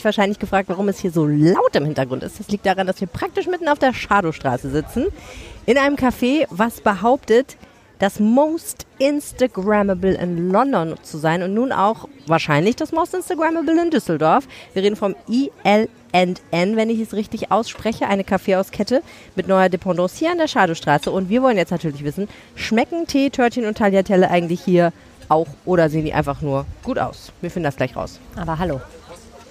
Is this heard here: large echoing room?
no